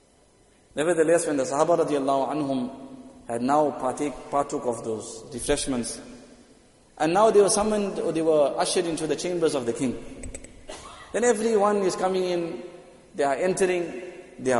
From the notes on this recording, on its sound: Jumuah lecture at Masjid ut Taqwa 20 Jan 2023.